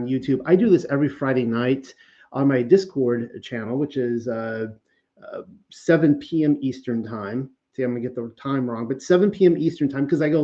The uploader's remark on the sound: Please note that there is no sound for the first minute and about 12 seconds.